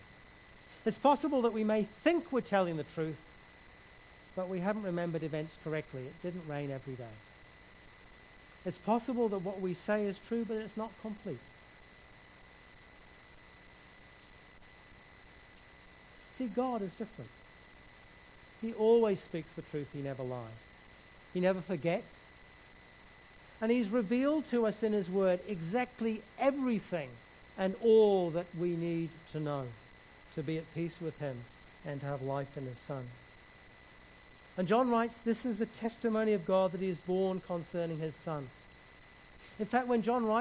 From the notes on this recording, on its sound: Background hiss throughout recording.